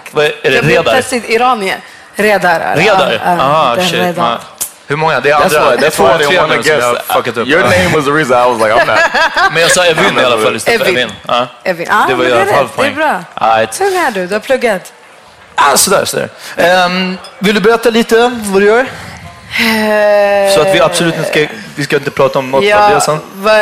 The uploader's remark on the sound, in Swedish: Live på Kulturhuset